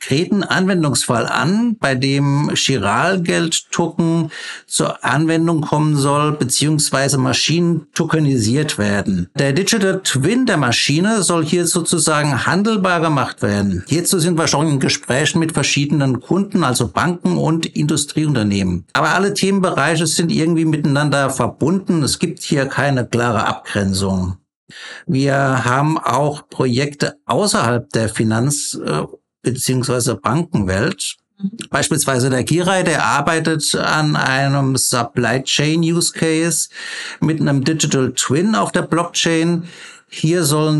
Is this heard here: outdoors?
no